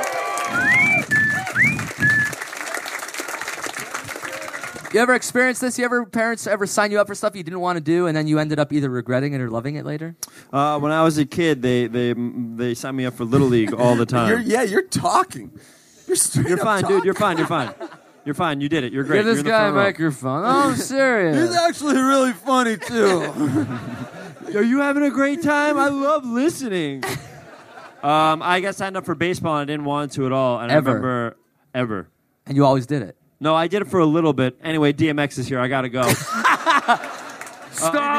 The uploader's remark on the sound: live from Dublin